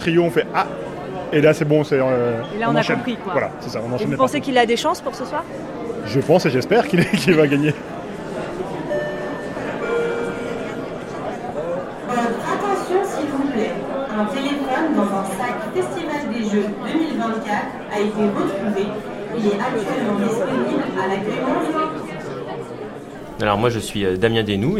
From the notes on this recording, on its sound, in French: nous emmène assister à la 37e édition du Festival international des jeux qui se déroule à Cannes dans les Alpes-Maritimes